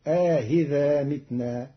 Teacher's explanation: بتسهيل الهمزة الثانية بين مع إدخال ألف بين المحققة والمسهلة فتصير آهذا متنا جمعا بين اللغات عند بعض العرب.